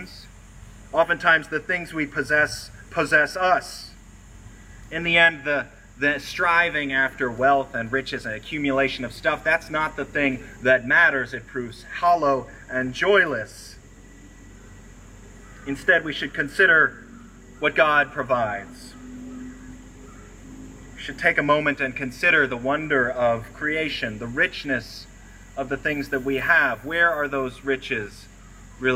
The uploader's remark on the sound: Recorded on Sunday, August 28, at a special outdoor service with a "Blessing of the Animals."